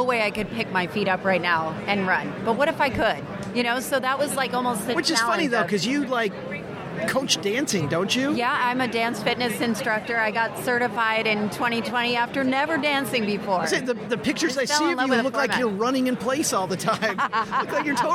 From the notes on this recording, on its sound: We're live from Podcast Movement in Dallas, Texas with a rockstar roundtable.